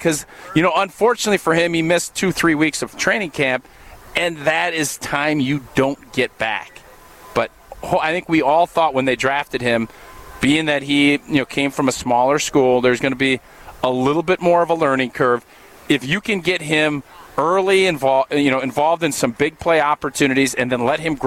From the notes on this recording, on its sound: live from Brat Bash 2022 at Zimbrick Chevrolet in Sun Prairie